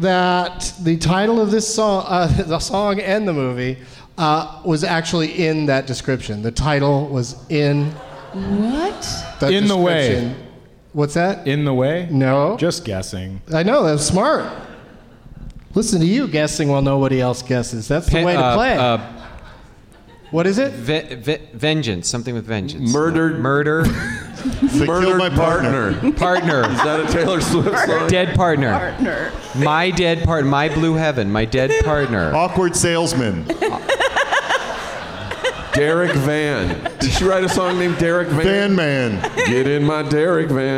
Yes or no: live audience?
yes